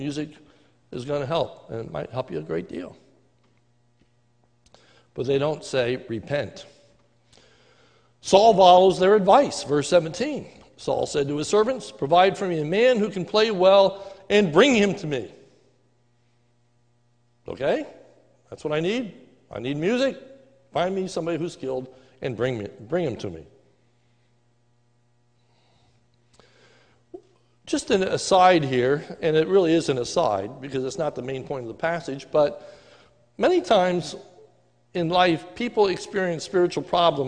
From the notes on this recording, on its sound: A sermon recorded live at the Lebanon Bible fellowship Church in Lebanon, PA. During the morning service.